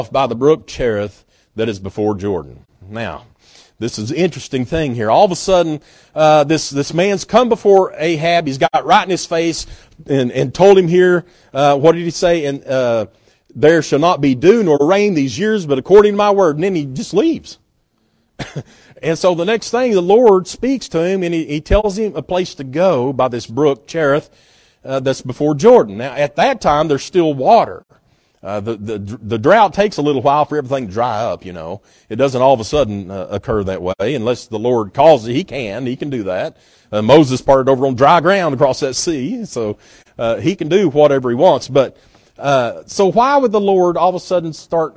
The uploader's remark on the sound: at Northside Baptist Church-in Knoxville, TN